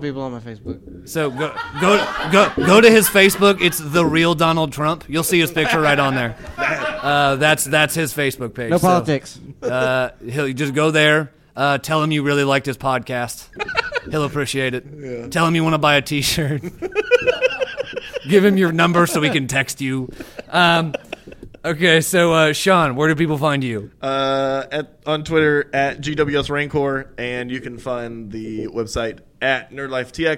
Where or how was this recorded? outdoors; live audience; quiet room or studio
live audience